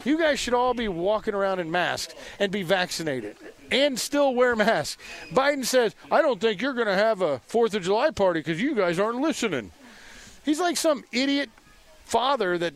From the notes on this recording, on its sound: Live from the Apopka Art and Foliage Festival. At Kitland Nelson Park.